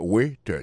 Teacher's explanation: accent tombé sous premier syllabe